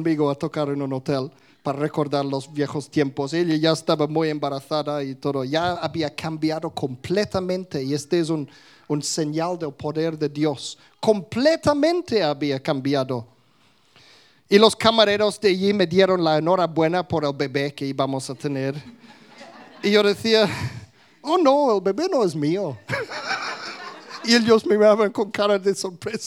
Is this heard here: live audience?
yes